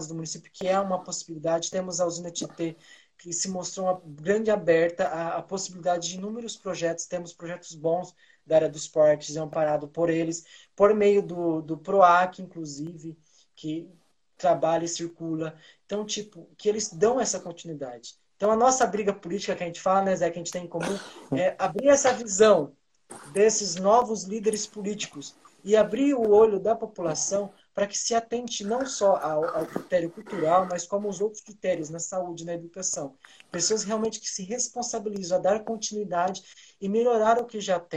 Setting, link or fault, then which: link, video call